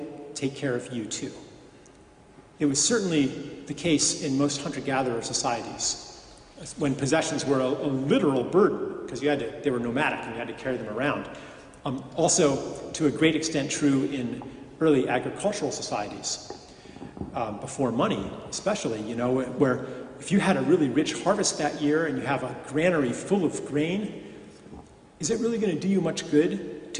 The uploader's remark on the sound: At the Moot Community of the Guild Church of St Mary Aldermary in the City of London and in front of a packed crowd.